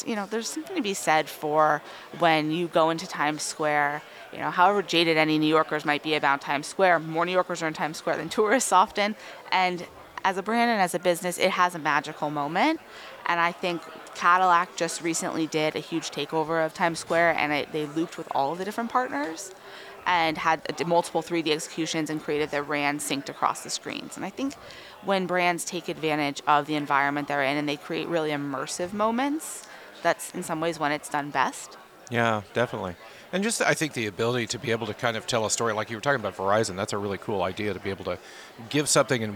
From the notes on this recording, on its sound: Recorded live at Advertising Week New York 2023.